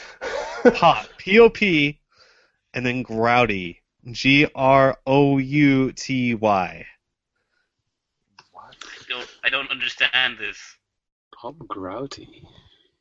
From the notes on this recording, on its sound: Recorded LIVE via Google Hang Outs on Air